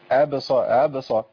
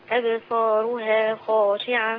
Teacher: أنا عندي فيه همزة لابد من تحققها · Shown in: second take